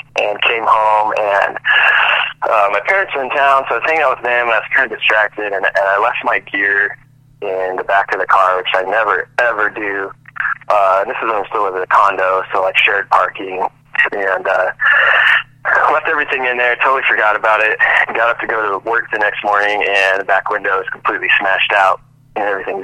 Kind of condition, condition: link, phone line